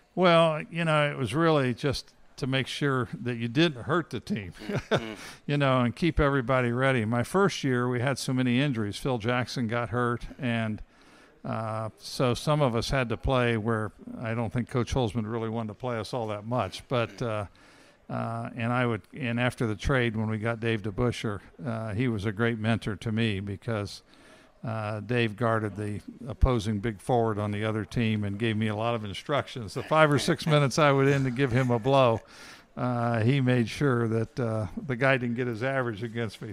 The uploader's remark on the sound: at the Knicks Legends Lunch at Clyde's Wine & Dine in NYC